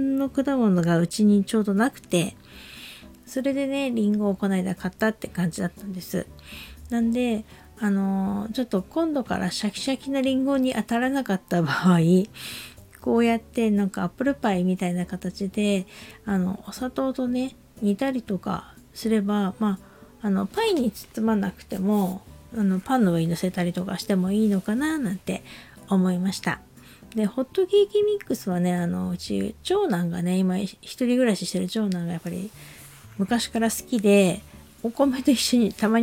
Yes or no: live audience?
no